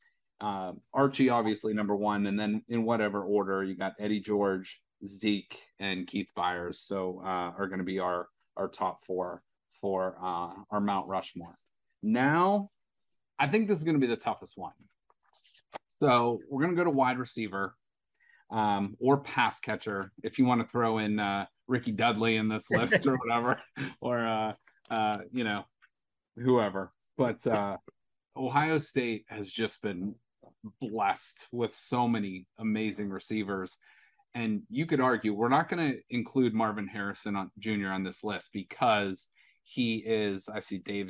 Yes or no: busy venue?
no